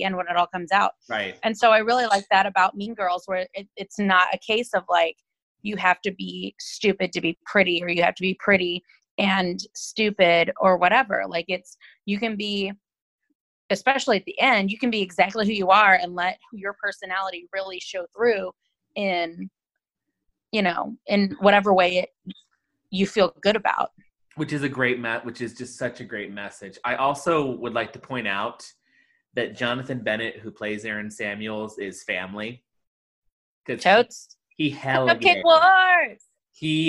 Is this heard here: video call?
yes